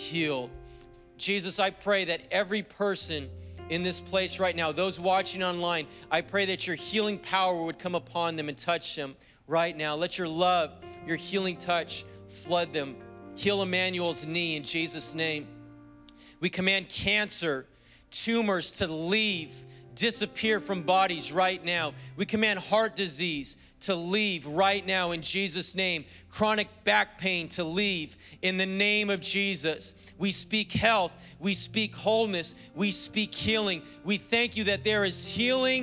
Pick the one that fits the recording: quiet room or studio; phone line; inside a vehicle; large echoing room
large echoing room